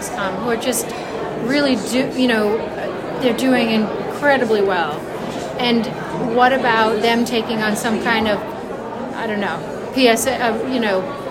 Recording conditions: busy venue